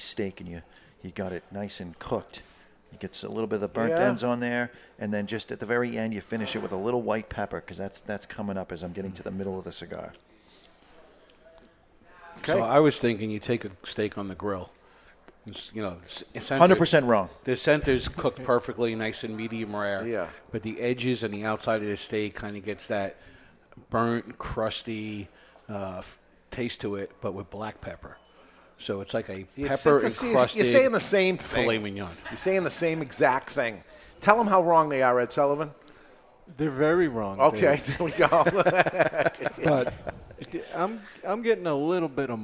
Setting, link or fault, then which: setting, live audience